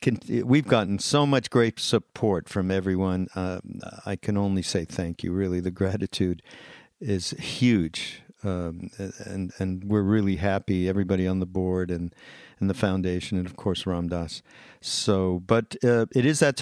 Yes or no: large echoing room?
no